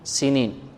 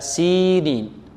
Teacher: بل لابد من مد كسرة السين · Shown in: second take · السين هذه نمدها بمقدار حركتين الكسرة، يعني بعدها يا مدية هكذا سينين، نضغط على السين، ها، وطور سينين، كي نتمكن ماذا؟